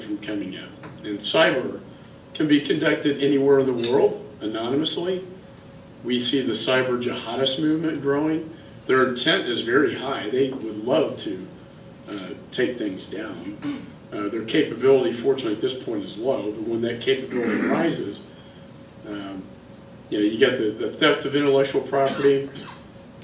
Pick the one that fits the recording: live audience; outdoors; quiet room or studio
live audience